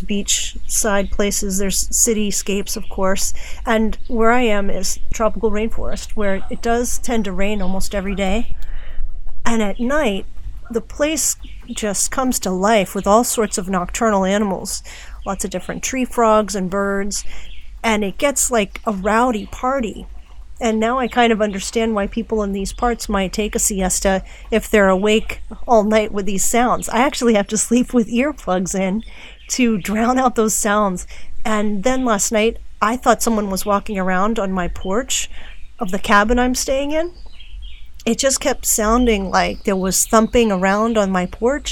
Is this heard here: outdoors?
yes